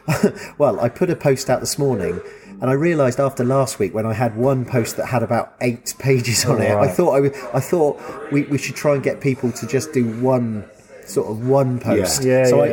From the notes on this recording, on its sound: Recording live from the Bristol Bear Factory Tap Room with a couple of pints of Milk Stout and a little bit of background noise from time to time.